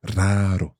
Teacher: And then the second R is a soft R because it's in the middle. It's an intervocalic R.